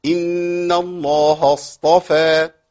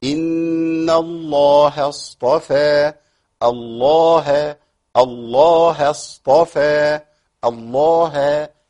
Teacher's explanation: ما الهاء مرققة في القرآن كله، ما لهاش تفخيم خالص · Shown in: second take